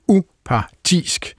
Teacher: Man kan også være upartisk, og så er det med tryk på, og det gjorde jeg så ikke, udtalt med tryk på både u og tisk, så bliver det upartisk.